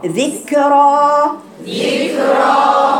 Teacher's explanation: الكاف ده حرف شديد لكن فيه همس يعني عين شديد يعني بتقطع صوته كده ذكرى ذكرى مش ذكرى